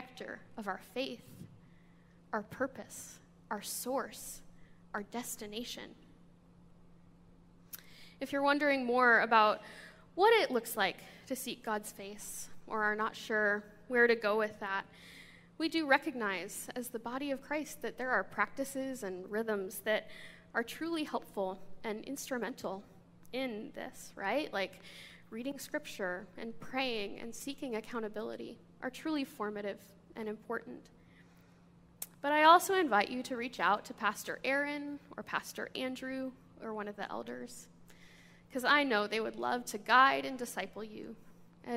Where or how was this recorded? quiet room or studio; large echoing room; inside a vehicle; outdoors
large echoing room